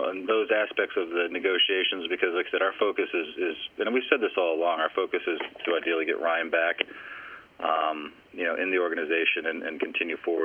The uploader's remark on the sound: Jets GM Addressed Reporters During a Friday Conference Call